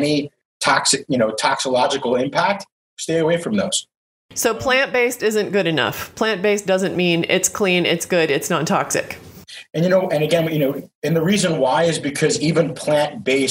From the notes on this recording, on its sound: This was recorded as a video interview for The Toxic Home Transformation Summit.